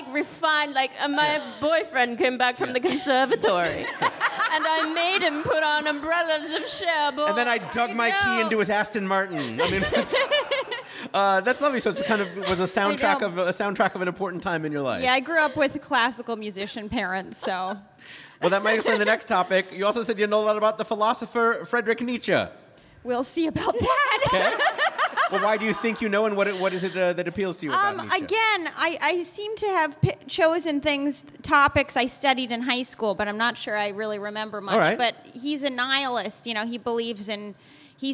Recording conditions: busy venue